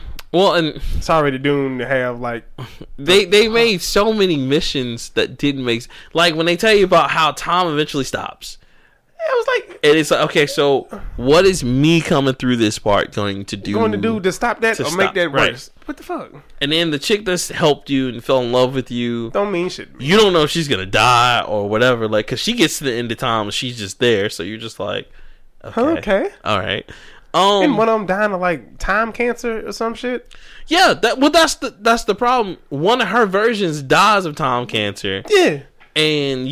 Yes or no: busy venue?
no